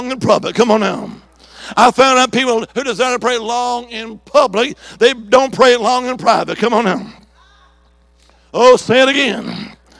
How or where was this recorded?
large echoing room